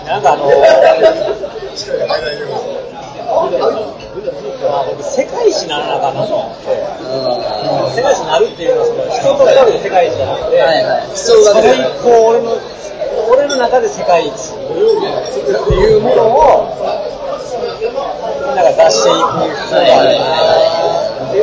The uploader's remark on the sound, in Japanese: 居酒屋トーク。雑音がきつくてすいません。